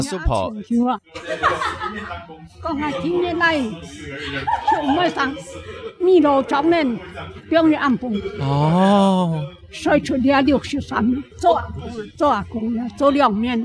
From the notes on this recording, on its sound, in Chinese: 首次參加 客聲獎 ！既然都來到現場就不能錯過訪問入圍者的好機會！本集節目來到頒獎典禮現場，要把典禮現場最直接的氛圍帶給大家！外場收音器材協力：韁河媒體。